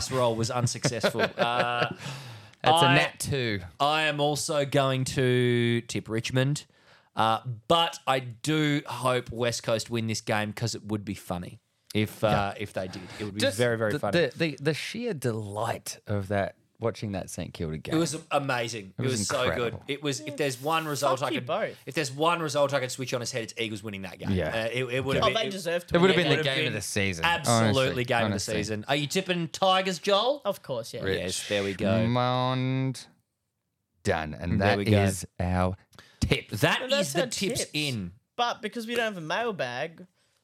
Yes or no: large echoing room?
no